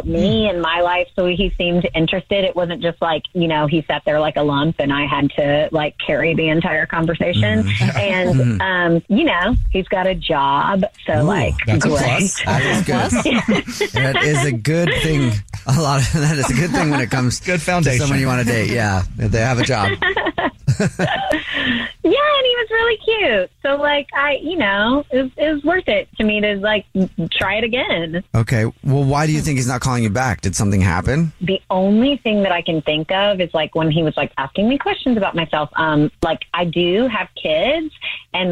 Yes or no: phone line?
yes